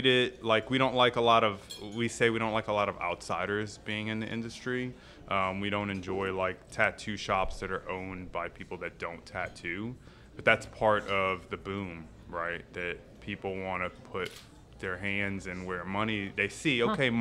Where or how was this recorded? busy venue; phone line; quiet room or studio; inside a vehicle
busy venue